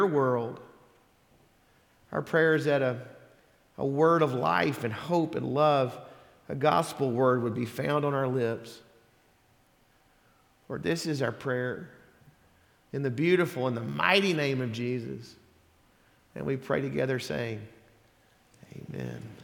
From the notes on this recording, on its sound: Sermon audio from Sunday December 10th, 2023